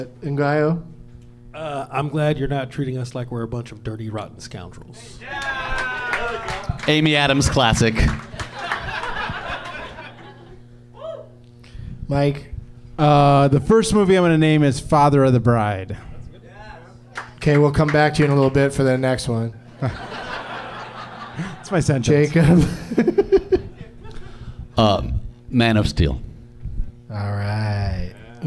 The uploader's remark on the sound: Live from the American Comedy Co. In San Diego.